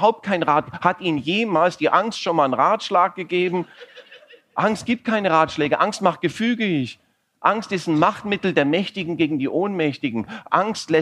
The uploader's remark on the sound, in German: Im Außeneinsatz. Teile des Auftritts und Teile dieses Gesprächs im Rahmen des "Comedy for Future Festivals".